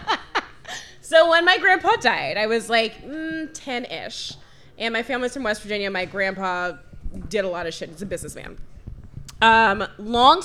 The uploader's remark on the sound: Live at the Looking Glass Lounge